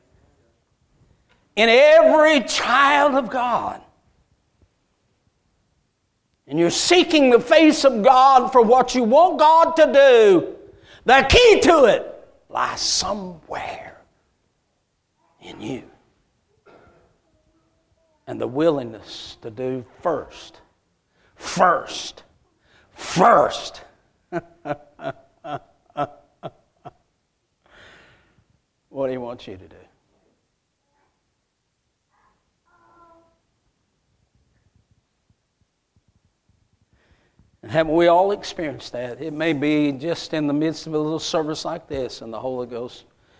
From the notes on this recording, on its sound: A message Preached at Crossroads Baptist Church